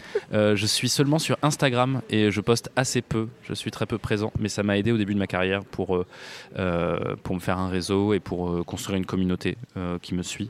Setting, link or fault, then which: setting, busy venue